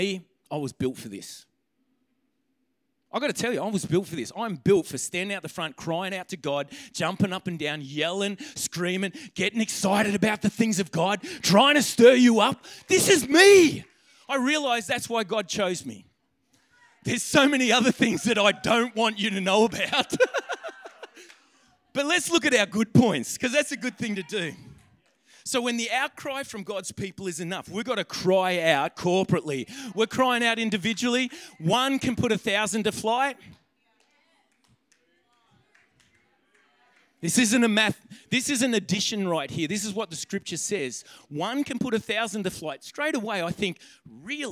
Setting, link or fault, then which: setting, live audience